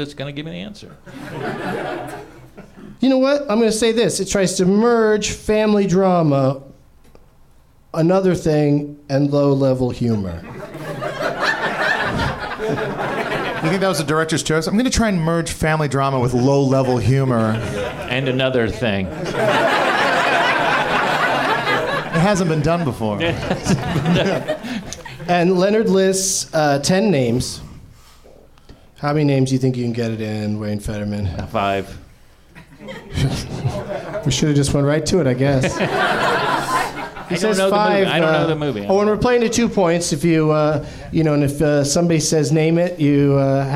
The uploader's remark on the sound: Live from the NerdMelt Showroom in LA